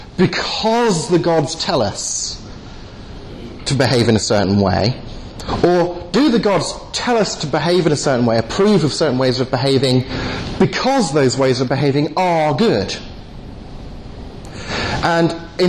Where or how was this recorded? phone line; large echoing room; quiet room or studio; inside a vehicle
large echoing room